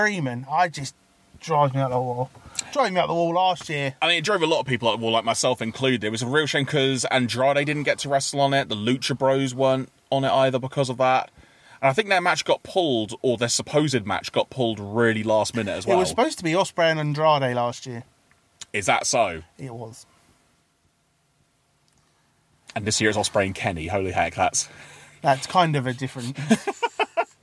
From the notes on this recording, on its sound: gather in the car studio